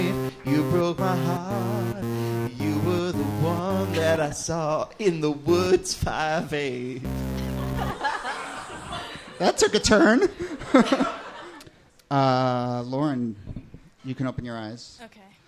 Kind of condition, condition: setting, live audience